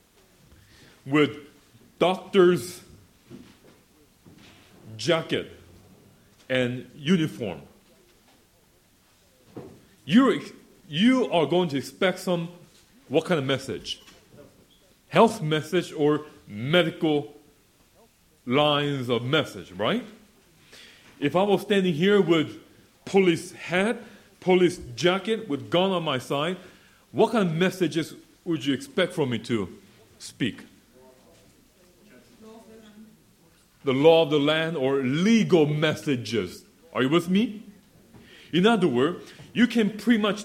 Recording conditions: live audience